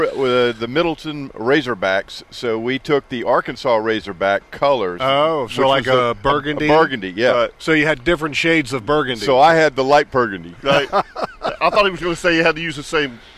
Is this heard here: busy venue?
yes